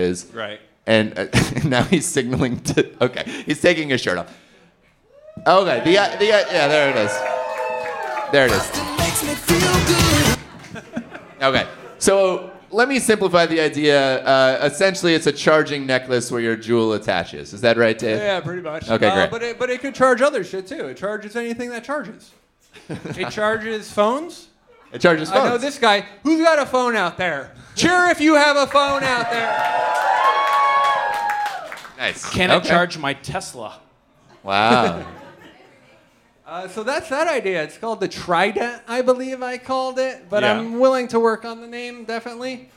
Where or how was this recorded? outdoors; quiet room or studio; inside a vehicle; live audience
live audience